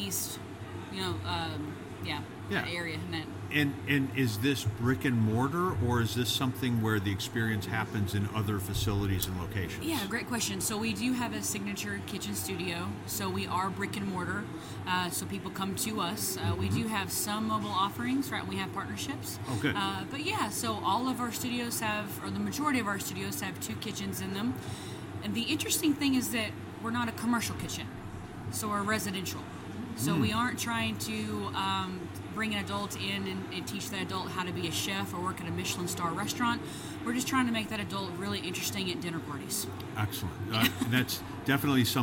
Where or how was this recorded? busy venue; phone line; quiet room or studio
busy venue